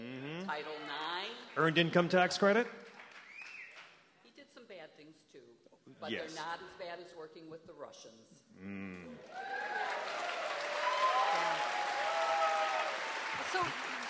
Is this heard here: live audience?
yes